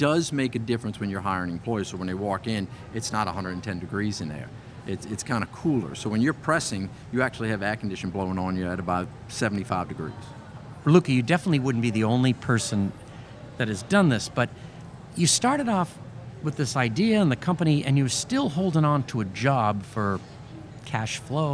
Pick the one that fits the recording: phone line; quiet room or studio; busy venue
busy venue